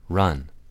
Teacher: R is made with the tongue tip rising up slightly, but without the tongue root pulling back. · Term: turned R